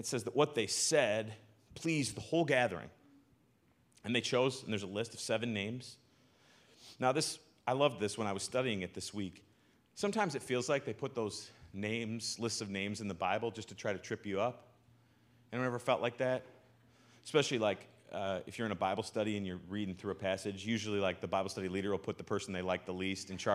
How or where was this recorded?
large echoing room